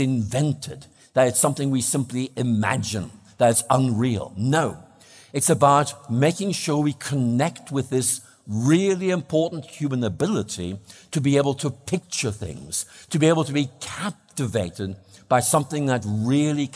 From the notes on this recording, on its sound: plenary talk on Friday evening 20th October at The Veritas Conference 2023, Norway